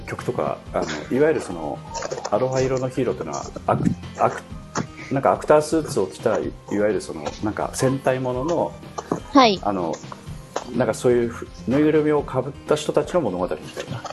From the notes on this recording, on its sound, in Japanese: 生活感あふれる収録